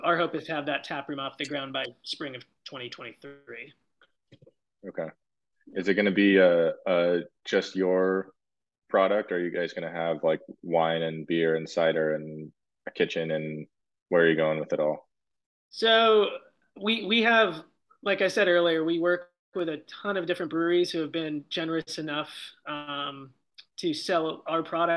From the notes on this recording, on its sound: join me via Zoom